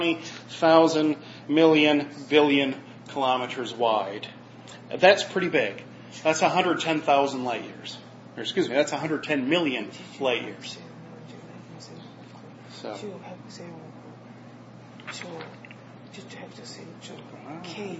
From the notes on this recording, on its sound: was preached at Matsuyama Kyokai (Mastuyama Church), in Matsuyama, Japan